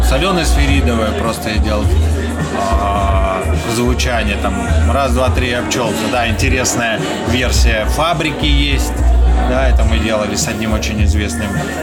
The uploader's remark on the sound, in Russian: А за шумы на заднем плане в ответе классный бар “Вода”